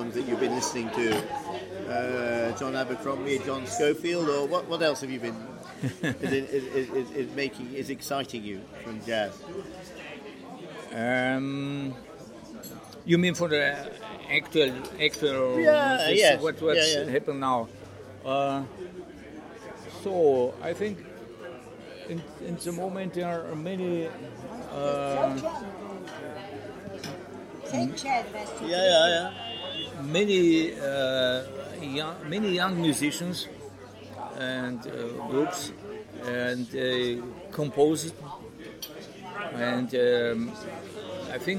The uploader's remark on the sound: Recorded at Inntöne Festival, 14 August 2020